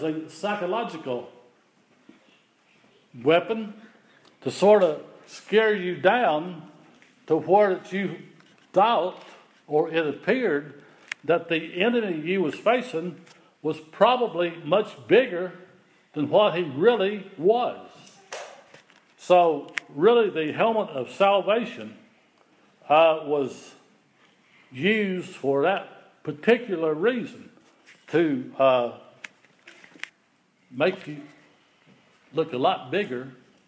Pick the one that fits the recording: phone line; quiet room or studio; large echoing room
large echoing room